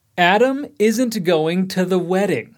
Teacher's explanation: Você percebeu que fazemos o mesmo som de R em Adam e wedding? Isso porque em ambas as palavras o D aparece entre vogais. · Term: flap